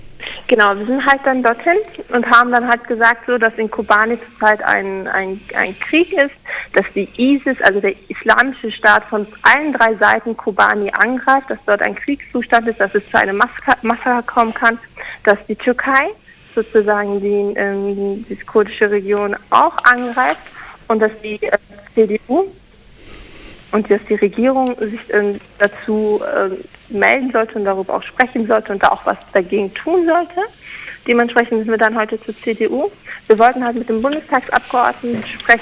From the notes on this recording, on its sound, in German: Telefoninterview nach der Besetzung mit einer Vertreterin der YXK.